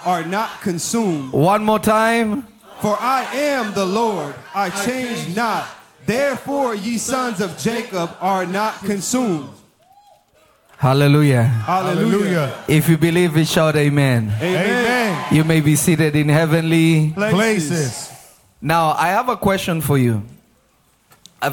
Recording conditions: live audience